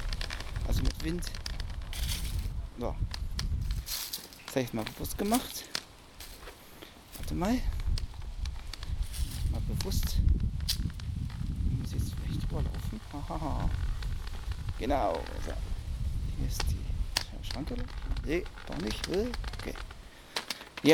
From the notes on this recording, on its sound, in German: Außenaufnahmen mit verschiedenen Geräten